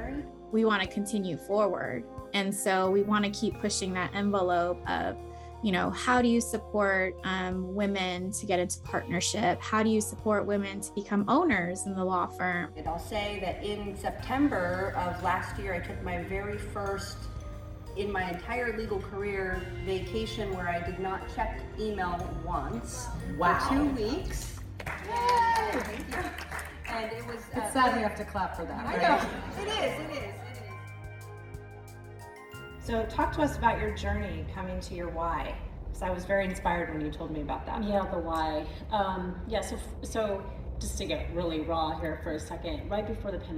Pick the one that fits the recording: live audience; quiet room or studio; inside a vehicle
live audience